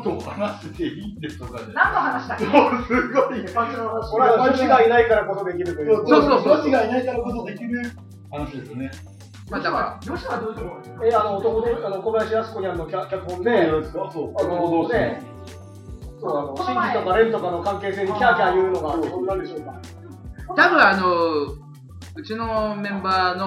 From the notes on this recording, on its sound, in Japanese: 初回につき音声のバラつきは大目に見てくださいませ。